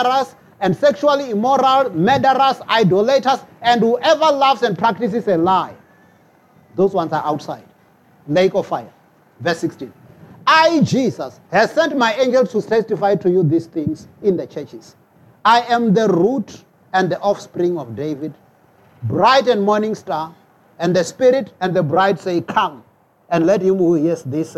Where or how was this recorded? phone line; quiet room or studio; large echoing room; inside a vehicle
large echoing room